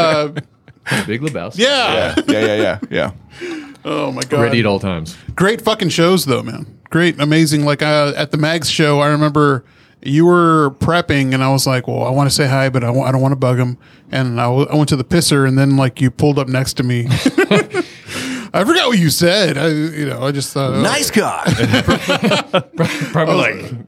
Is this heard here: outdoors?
no